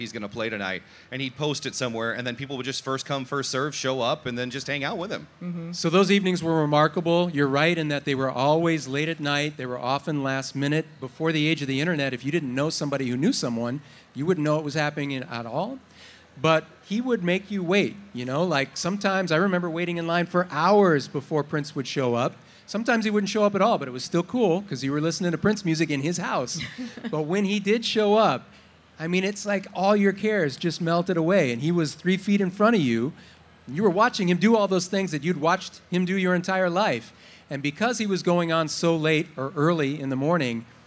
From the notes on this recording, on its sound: Live from the MN State Fair! Say Too Much LIVE from the Minnesota State Fair!